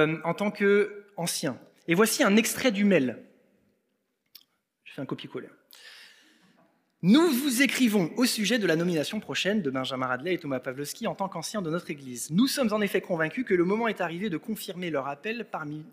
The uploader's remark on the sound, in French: Enregistré à l'église CVV